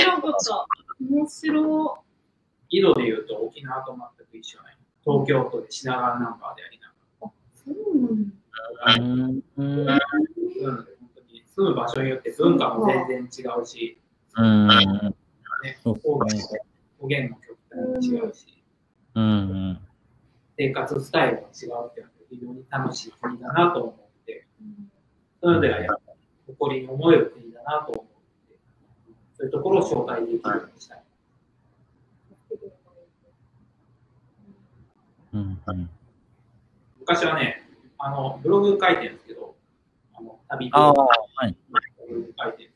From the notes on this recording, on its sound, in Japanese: 今回はライブ配信を録音した環境が悪くかなりお聴きぐるしい所が多くなっております。